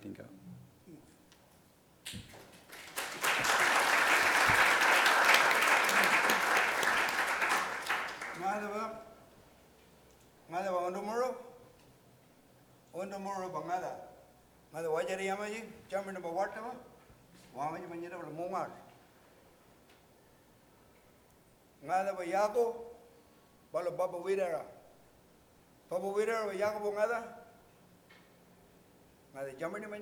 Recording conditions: live audience